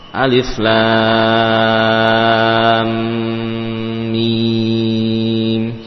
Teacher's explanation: Ada gunah yang panjang